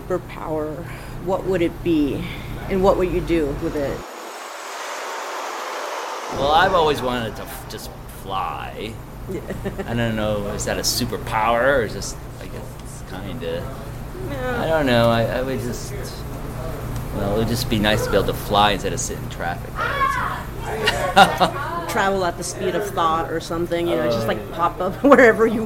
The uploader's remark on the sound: This interview took place inside the venue before soundcheck. I apologize for all the noise in the background. There are only so many filters and effects I can use without making it sound even worse. The Casbah is in the flight path of San Diego International Airport, which will be apparent at certain points of the recording.